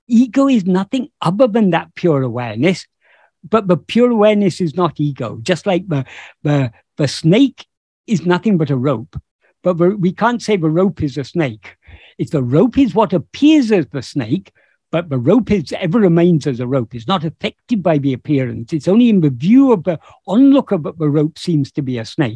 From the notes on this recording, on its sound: In a Zoom meeting of the ‘Ramana Maharshi Foundation UK’ on 10th September 2022. This second portion of the meeting is posted here as this video.